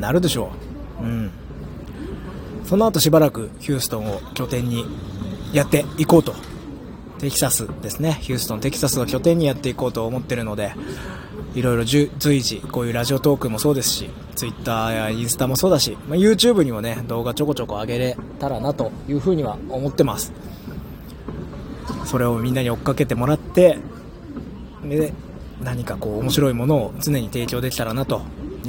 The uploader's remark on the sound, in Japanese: さぁいよいよアメリカ遠征に出発です！！搭乗直前の声を収録！